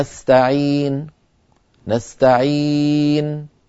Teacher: النطق بالضمة من غير صوت فلا يدركه المكفوف، مثلا نستعين نستعين، فيسكن النون ويضم شفتيه مباشرة ليس بينهما فاصل زمني · Term: الإشمام